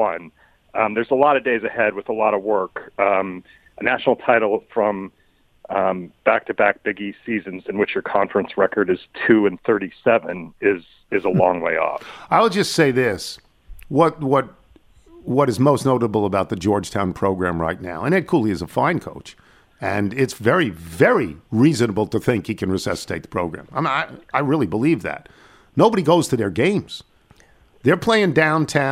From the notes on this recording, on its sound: phones